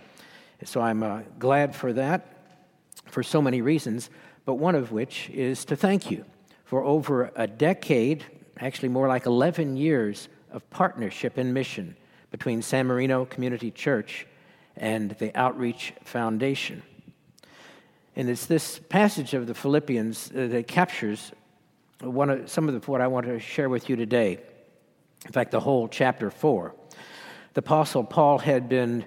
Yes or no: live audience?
yes